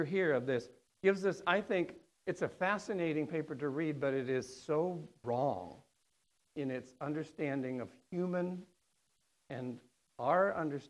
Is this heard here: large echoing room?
yes